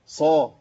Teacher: صاد مفتوحه وبعدها الف في اعلى مراتب الصاد